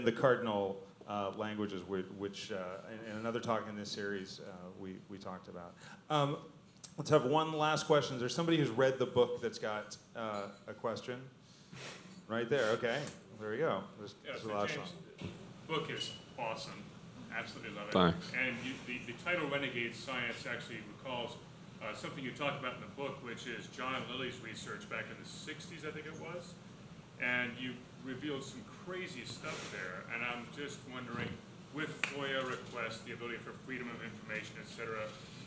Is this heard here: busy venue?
yes